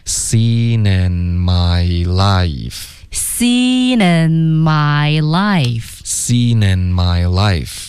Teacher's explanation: That I'd ever seen in my life.这一段较难。That I'd ever seen seen 这里还有一个 seen in 对 seen in my life seen in my life 这里我们 that I'd ever 已经够难了 that I'd ever 这是一个正常的语速 OK 然后后面呢 seen in 大家要注意 seen in 这两个 N 的音都是需要动舌尖的舌尖顶着上颚